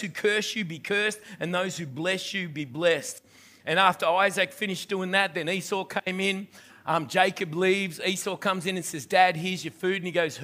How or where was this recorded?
large echoing room